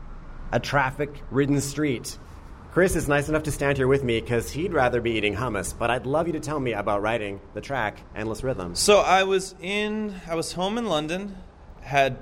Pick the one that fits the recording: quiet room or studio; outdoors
outdoors